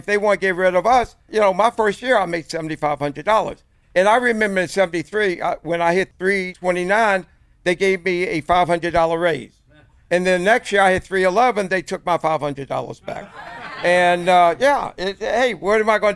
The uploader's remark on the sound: Live from the Legends of Baseball Cruise